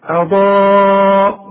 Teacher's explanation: الهمزة مرققة انما الضاد مفخمة